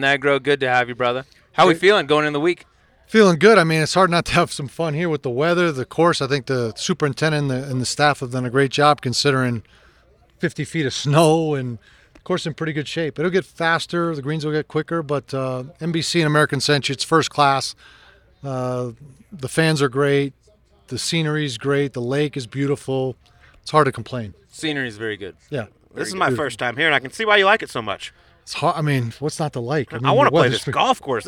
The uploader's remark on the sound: Subpar live at the American Century Championship